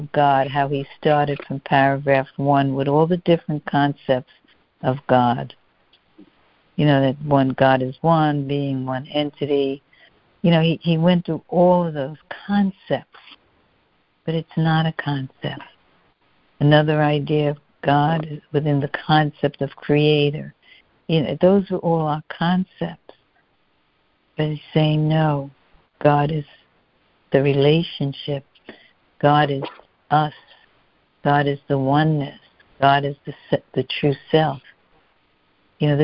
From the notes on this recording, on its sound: CONF CALL. A Course in Miracles [ACIM] Students are joining together on a Free Conference Call.